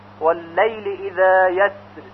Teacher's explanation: الان هم اکثر قراء عرب در حالت وقف بر راء یسر اون رو ترقیق میکنن به این صورت واللیل اذا یسر، ولیکن هر دو وجه صحیح هست، هم تفخیم و هم ترقیق.